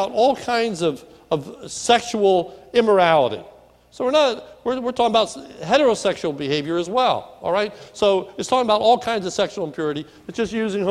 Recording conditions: large echoing room